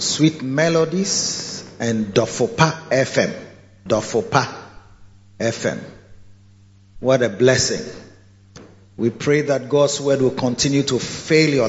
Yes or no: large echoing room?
yes